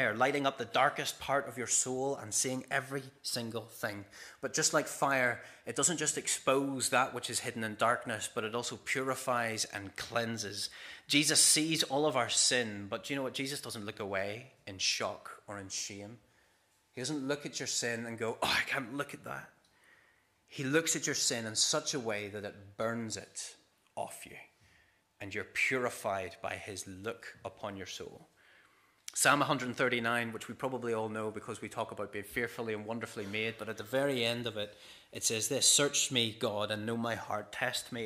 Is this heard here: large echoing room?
yes